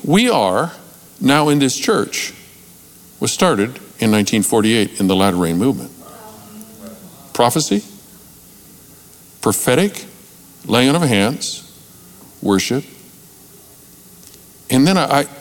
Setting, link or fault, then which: setting, large echoing room